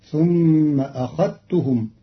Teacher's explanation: قرأ قالون كلمة أخذتهم بإدغام الذال في التاء للتقارب بين الحرفين فتصير ثم أخذتهم، والإدغام والإظهار لغتان عند العرب.